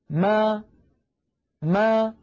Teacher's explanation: الشفتين تكونا ملتصقتان أو ملتصقتين ثم تبتعدان عن بعضهما ما، ويصاحب ذلك مخرج أصل الفتحة أي مخرج الألف ما. · Term: ميما مفتوحة